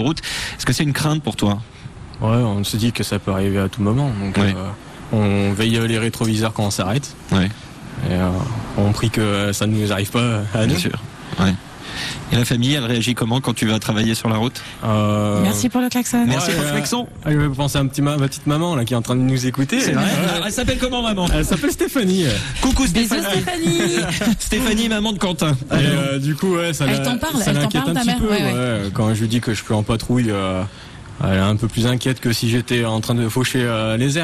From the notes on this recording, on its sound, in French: Sur la route vers le salon Solutrans, qui se tient à Lyon, nous avons fait une halte sur l'aire de services de Saint-Rambert d'Albon, sur l'A7. Sont allés à votre rencontre et vous avez été nombreux à vous arrêter pour participer à l'émission, en direct.